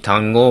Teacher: 同じ語という単語でも、今言ったように単語みたいに語中に出てきた場合は、微濁音で単語というふうに、まあ、言う